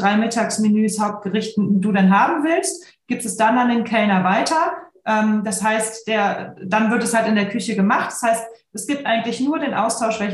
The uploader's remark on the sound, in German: Podcast zum interaktiven Live-Webinar.